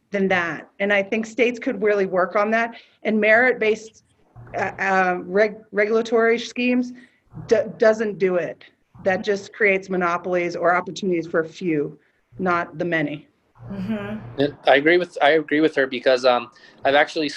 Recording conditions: video call